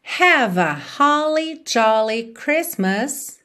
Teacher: Christmas a gente não pronuncia a letra T no meio, então fica Chris, para no S já vai pro M